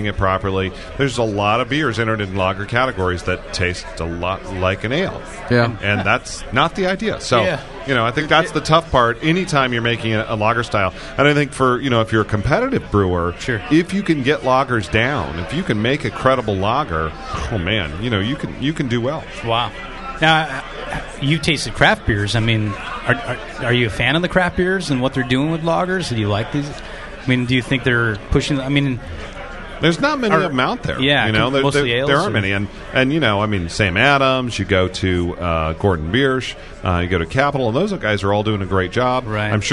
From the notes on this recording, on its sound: An episode broadcast live from the National Homebrew Competition!